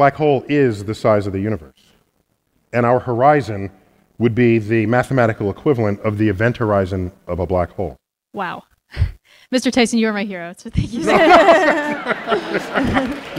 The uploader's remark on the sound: Recorded live at the Count Basie Theatre, Red Bank, NJ.